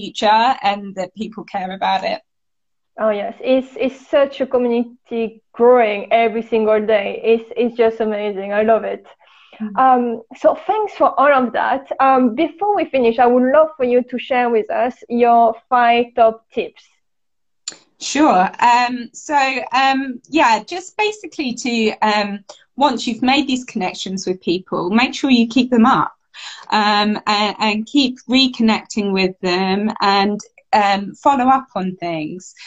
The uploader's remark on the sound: It was my first-ever Instagram Live